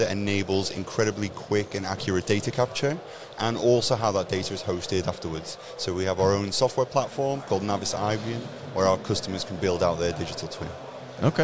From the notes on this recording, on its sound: Day 2 of INTERGEO 2023 "LIVE" from Berlin!